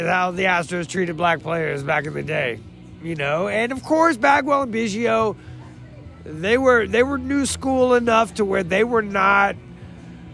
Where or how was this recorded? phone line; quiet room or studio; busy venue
busy venue